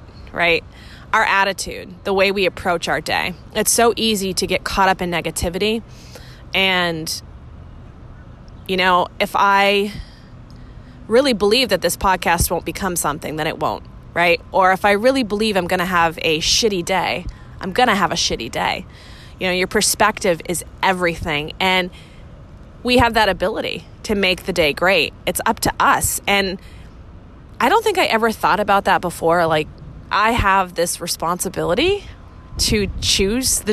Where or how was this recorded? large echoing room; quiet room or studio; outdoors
outdoors